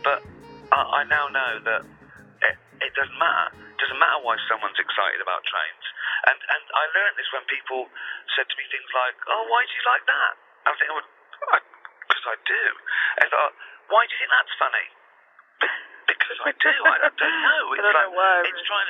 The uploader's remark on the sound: They spoke by phone a few years back. From England. Cassette recorder.